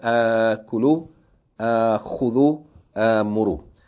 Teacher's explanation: So it's just saying that the word is written in this manner instead of the original manner, and the pronunciation, instead of being pronounced as a hamza with fatha followed by hamza with sukoon, which is a glottal stop, it just becomes an elongated fatha